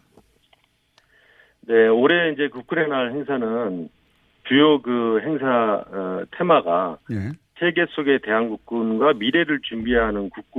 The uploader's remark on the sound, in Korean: 릴레이 전화연결